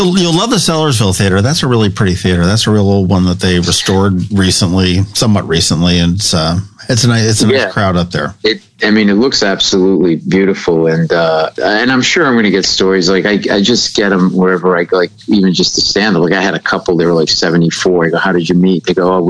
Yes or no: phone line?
yes